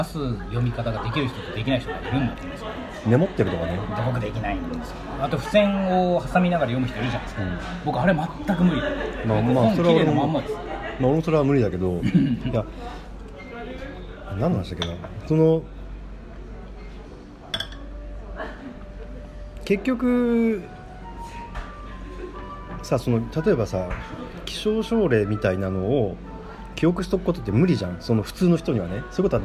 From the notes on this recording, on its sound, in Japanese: 東京出張の時にご飯を食べながら収録した雑談です。雑音でお聞き苦しいかと思いますが。